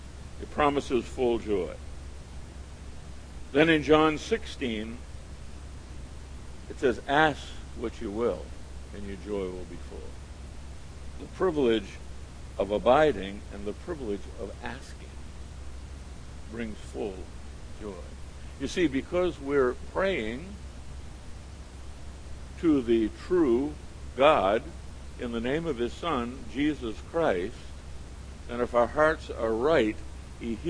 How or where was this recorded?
large echoing room